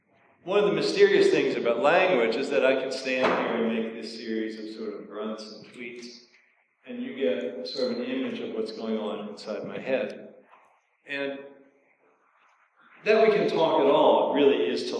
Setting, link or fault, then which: fault, echo